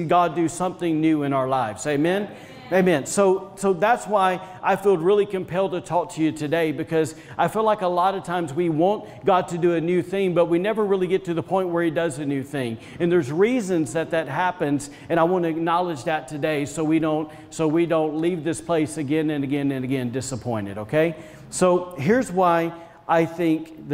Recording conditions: large echoing room